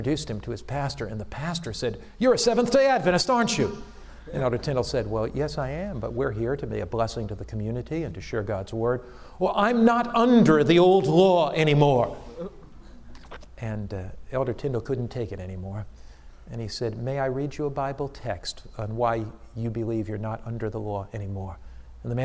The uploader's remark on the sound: Challenge to the students at AMEN conference 2010